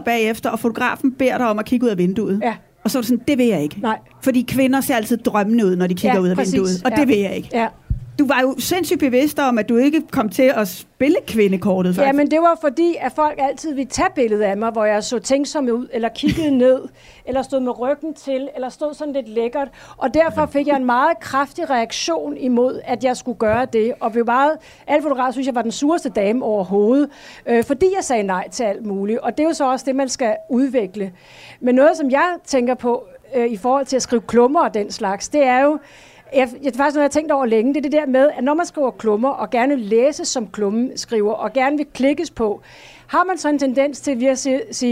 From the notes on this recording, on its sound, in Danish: Vi er live med den fine, københavnske salon fra Folkemødet.